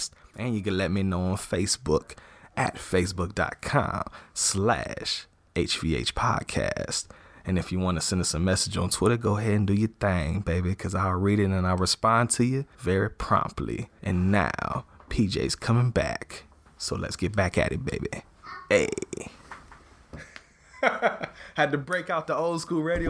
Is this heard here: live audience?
no